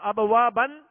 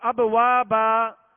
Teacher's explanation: دو زبر کی تنوین کو الف سے بدل کر ہم نے وقف کیا · Shown in: second take